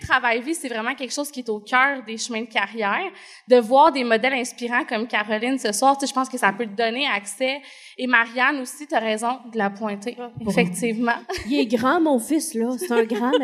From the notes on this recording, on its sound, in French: Live devant public. Enregistré en «live» devant public.